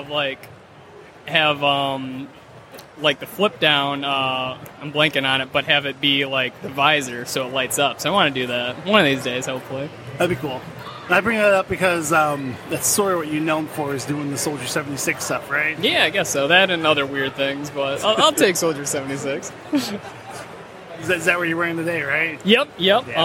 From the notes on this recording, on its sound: Live at Motor City.